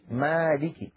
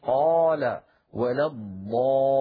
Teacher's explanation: هذا الحرف بالذات الألف مرقق إن سبق بمرقق في نحو مالك، وتفخم إن سبق بمفخم في نحو قال ولا الضالين. إذن الألف من حيث التفخيم والترقيق تبع للحرف الذي قبلها.